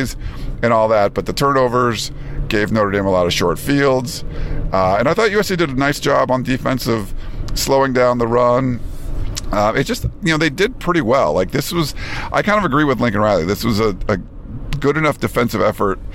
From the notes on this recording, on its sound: In the car on their drive back from South Bend to Chicago (at 2 in the morning). As this was literally recorded in the car driving in the middle of the night, we apologize if the audio quality isn't as high as our usually shows recorded in studio.